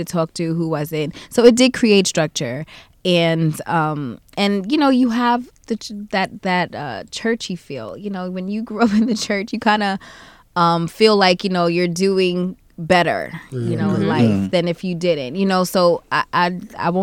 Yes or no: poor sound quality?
no